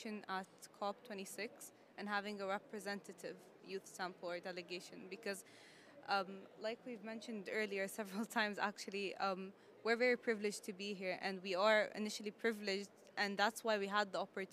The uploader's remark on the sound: Earth Day Live From COP26